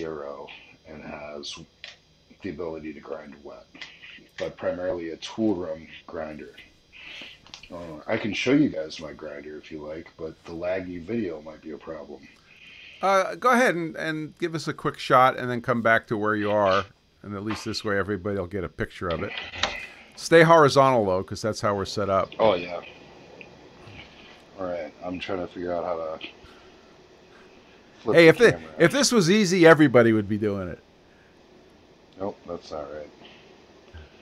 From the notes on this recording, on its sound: Apologies for the technical quality of this live production. I was troubleshooting issues right up to launch time, and decided to proceed with lower video quality rather than delay.